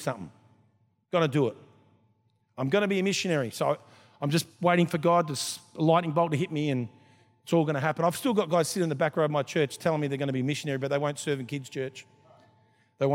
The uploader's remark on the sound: This was recorded in our 5pm service